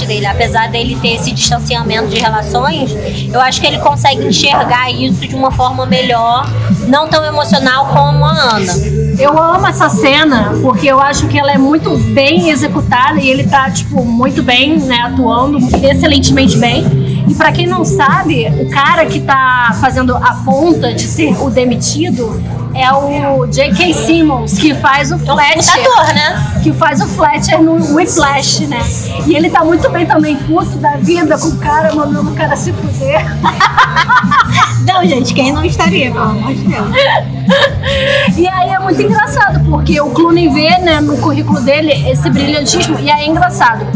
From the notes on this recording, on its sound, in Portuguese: diretamente do Booze Bar, na Lapa